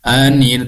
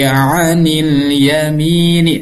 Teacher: Ain itu di tengah-tengah tenggorokan, wastal halaqi, tengah-tengah tenggorokan. Jadi jangan sampai ain bunyinya seperti hamzah. · Shown in: second take · Term: makhraj ain